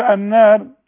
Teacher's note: النار الراء مفخمة هي مرققة عند الاصل، لكن مدام قبلها مفتوح نفخمة